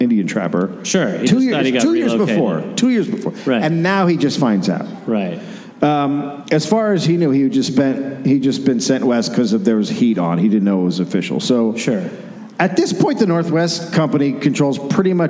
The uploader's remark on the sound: Recorded live in Salt Lake City, Utah.